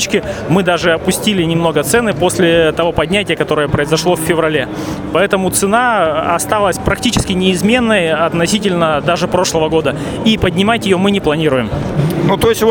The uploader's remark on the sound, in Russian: Записано в мобильной студии радиостанции с 2 по 4 декабря в Экспоцентре на Красной Пресне (Москва).